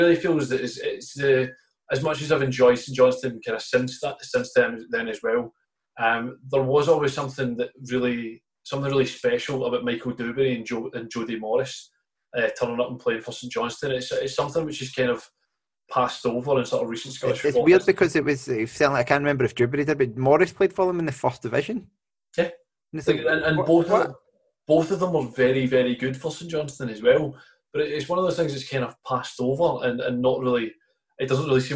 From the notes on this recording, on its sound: Thank you once again to the good people at Zoom who made this happen.